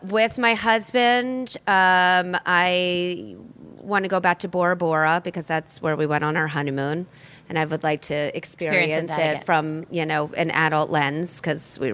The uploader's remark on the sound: podcast live from The CoCo in Summit, NJ.